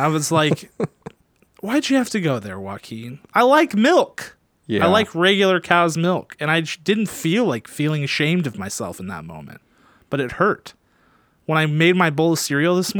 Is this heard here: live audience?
no